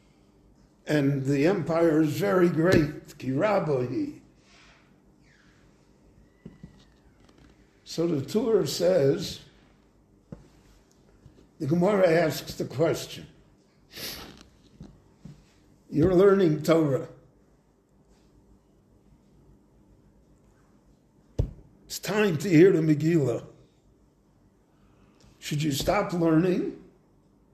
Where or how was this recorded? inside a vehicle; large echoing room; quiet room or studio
large echoing room